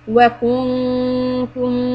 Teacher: The noon, do ikhfa. You stop, hum, hide the noon sound. When you have the kaf dhamma, your mouth is going to be rounded.